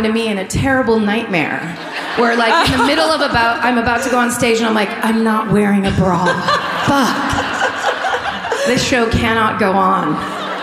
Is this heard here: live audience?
yes